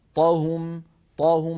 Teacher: مرققة، هذا المقطع 3 حروف مرققة، لسل ثم طهم طهم، فطهم مقطع ثاني أوله طاء مفخمة، نصل المقطعين مع بعض فيصير لسلطهم، وليحذر من تفخيم السين